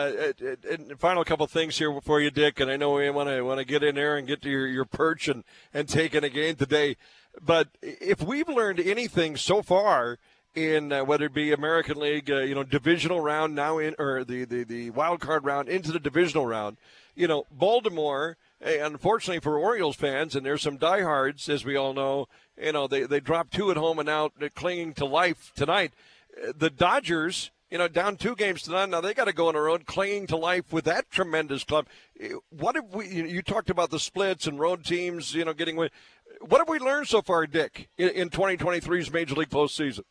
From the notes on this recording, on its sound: broadcasting live from Bulldog Tap